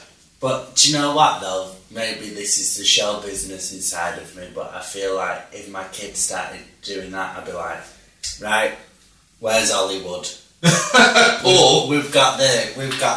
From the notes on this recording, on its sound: Apologies for the bad audio quality!!!